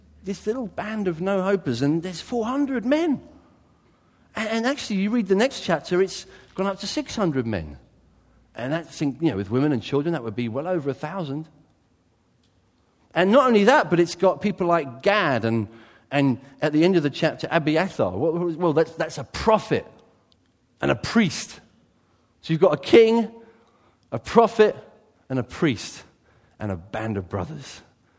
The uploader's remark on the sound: A sermon taken from his church; Church of Christ the King, Brighton.